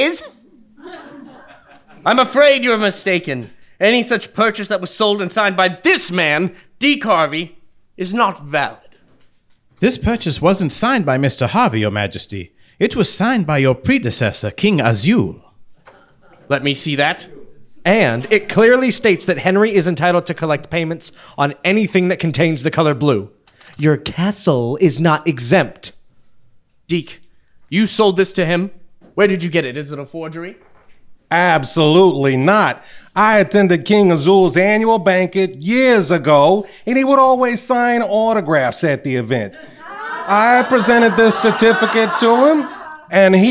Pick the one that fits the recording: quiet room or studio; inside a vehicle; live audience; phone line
live audience